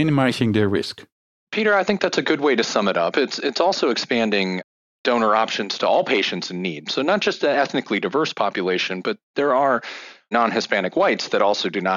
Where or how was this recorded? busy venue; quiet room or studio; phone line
quiet room or studio